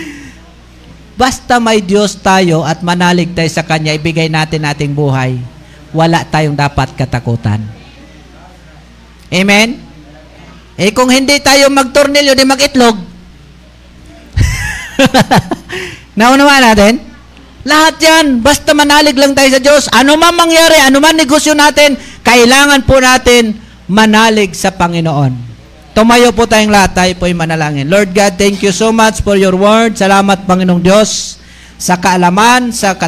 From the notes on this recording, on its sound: LIVE SUNDAY SERVICE OF MISSIONARY BAPTIST CHURCH POLANGUI. FB LIVE NG BEST105FM INTERNET TV INTERNET RADIO BROADCASTING.